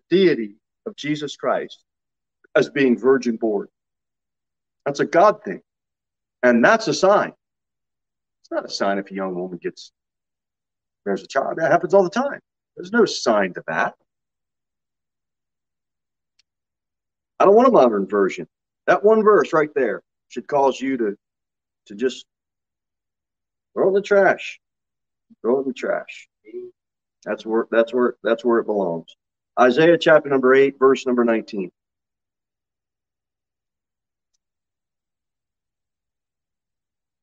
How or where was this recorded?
large echoing room